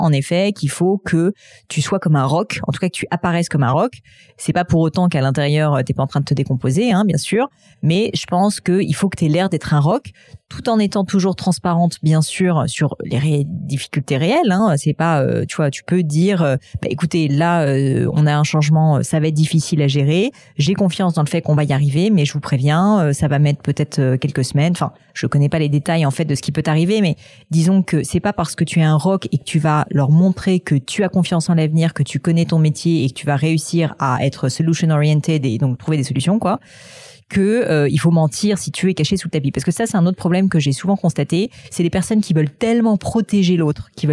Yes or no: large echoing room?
no